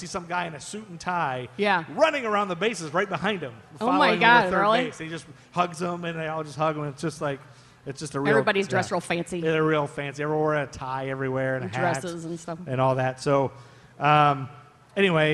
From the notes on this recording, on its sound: LIVE SHOW! Recorded at Coco and the Director as part of Charlotte Shout on the Queen City Podcast Network Stage.